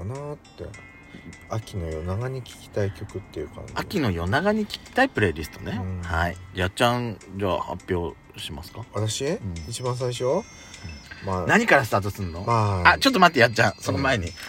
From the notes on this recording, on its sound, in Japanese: パーキング収録